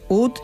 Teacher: La nota ut terminaba en una consonante sorda, la letra T, lo que la hacía tosca, cerrada y muy difícil de vocalizar para los cantantes